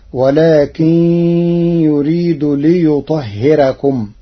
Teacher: قرأ ورش كلمة ليطهركم بترقيق الراء لوقوع كسر قبلها فتصير ولكن يريد ليطهركم.